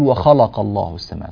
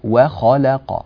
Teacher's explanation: مثلا وخلق الله، بعض الناس يقول وخلق الله السماوات، خلق فيفخم اللام، الخاء مفخمة نعم، القاف مفخمة نعم، بينهما لام مرققة · Shown in: second take